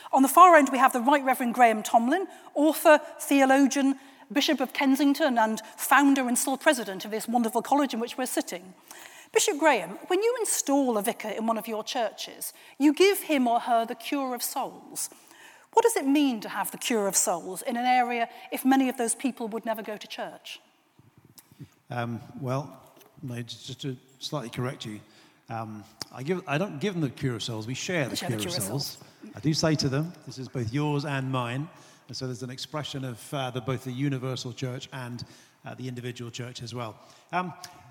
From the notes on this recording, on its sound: An event recorded this week at St Mellitus College. A recording of a lively event at St Mellitus College, in London. It was hosted by the Church Times and SCM Press, and recorded by Captive North.